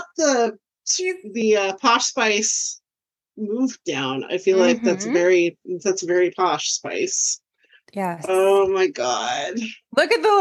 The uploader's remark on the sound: to the point we broke Zoom